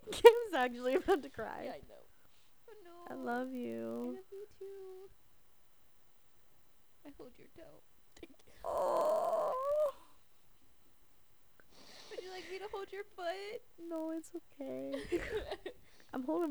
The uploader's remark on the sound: It was recorded a couple weeks ago now. The audio starts getting funky at the end, who knows why.